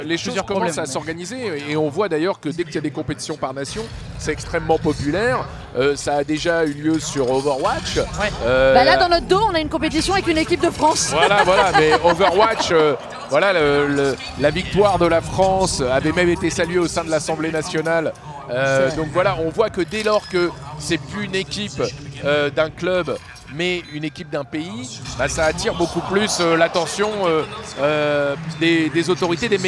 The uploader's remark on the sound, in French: Enregistré depuis l’Accor Arena de Paris.